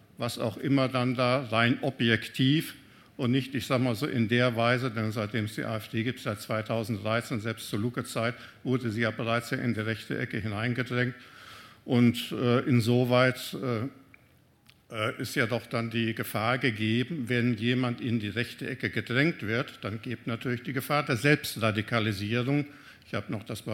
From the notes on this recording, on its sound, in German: im RP-Zelt beim Campfire-Festival in Düsseldorf